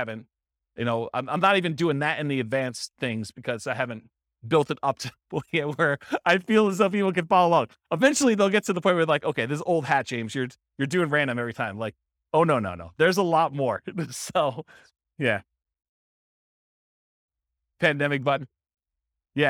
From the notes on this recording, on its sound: This was a live class recorded.